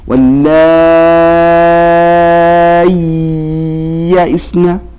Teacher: يبدل الهمزة ياء ساكنة مع المد المشبع. أربع حركات، ست حركات، حتى للدور ست حركات حتى للدوري.